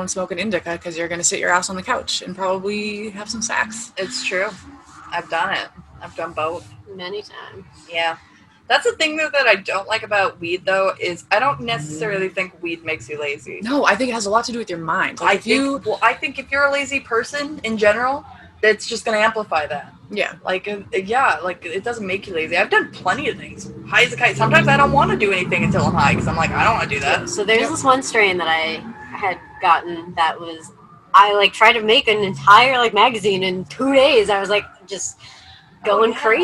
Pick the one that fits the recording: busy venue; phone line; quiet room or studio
busy venue